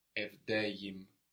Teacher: we had to separate that e of de and the I of im with a y, evdeyim. So we can call this y a buffer consonant.